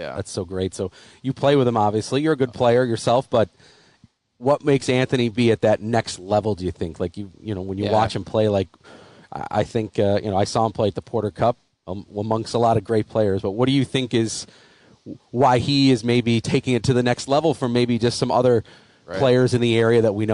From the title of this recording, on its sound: Live from Wanakah Country Club